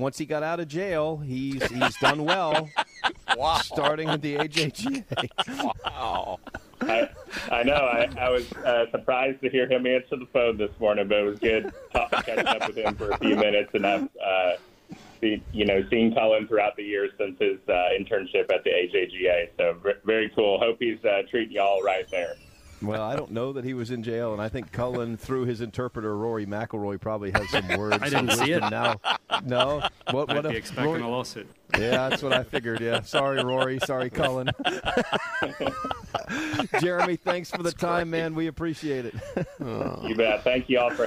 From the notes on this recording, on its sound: live from Fox Creek Golf Course